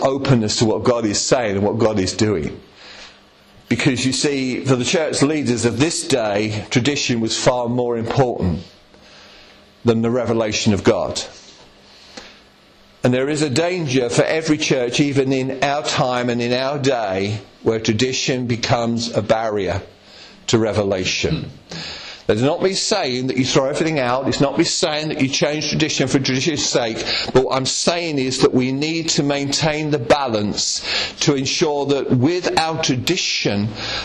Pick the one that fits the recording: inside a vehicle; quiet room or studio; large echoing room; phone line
large echoing room